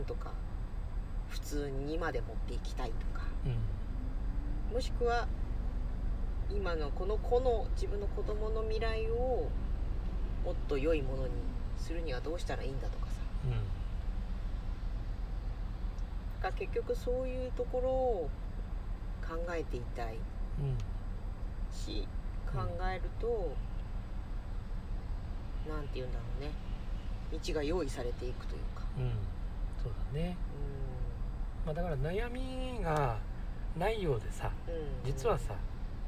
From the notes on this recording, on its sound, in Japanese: 今夜は移動中収録です 最後バックのピーピー音入ってすみません。移動型教室WAFF》。